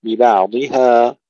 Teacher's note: المفروض أن نمد الألف حركتين فقط ثم نقطع القراءة، ببعضها ليس ببعضها ولا ببعضها ولا ببعضها. · Term: الوقف على الألف